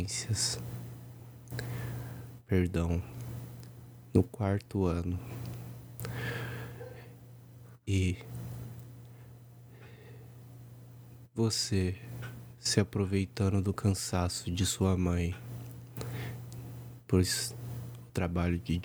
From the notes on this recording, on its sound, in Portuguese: Sinto muito pelo ruído, fiz de madrugada e captou o barulho do computador.